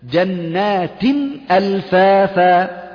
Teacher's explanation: والهمزة من حروف الإظهار، فلذلك قرأناها من غير زيادة في الغنة، لا نقول من غير غنة.